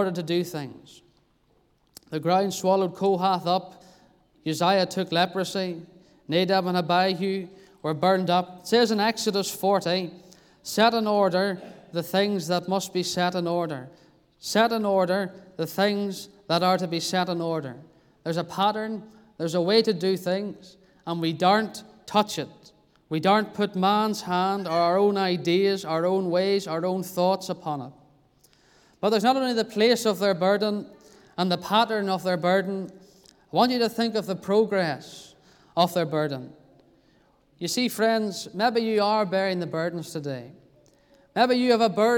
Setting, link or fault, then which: setting, large echoing room